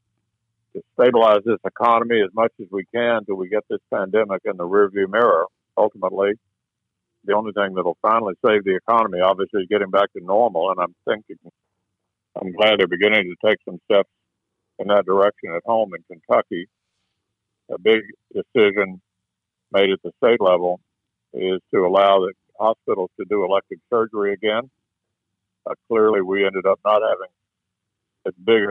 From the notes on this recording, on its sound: via phone